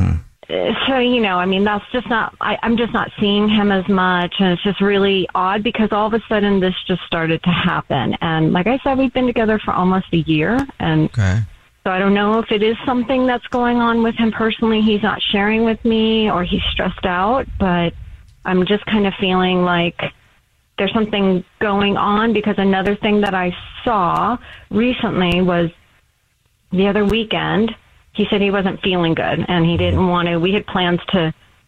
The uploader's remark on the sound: There is a woman on the phone who thinks her boyfriend is cheating on her.